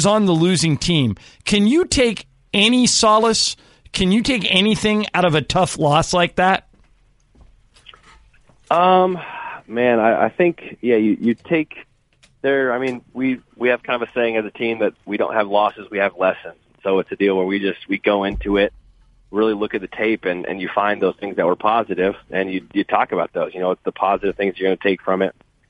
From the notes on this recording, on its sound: called